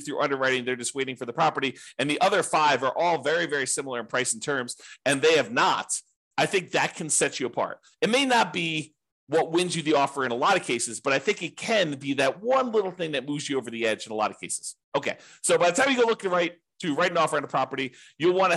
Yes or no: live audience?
no